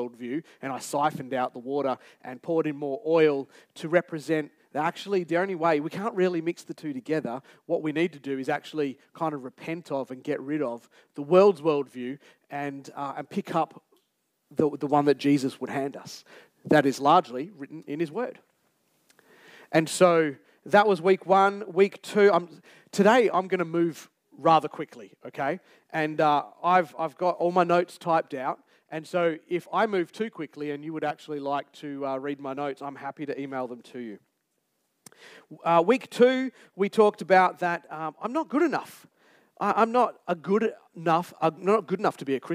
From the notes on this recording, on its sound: Recorded Live on 27th August 2023. Geraldton Baptist Church.